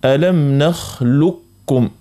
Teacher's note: هنا نخلكم فيها وجهين، نجم نقوله يا إما ألم نخلكم، يعني القاف ناحيها تماما ما ننطقوهاش، نمشي مباشرة لحرف الكاف، هذا يتسمى إدغام كامل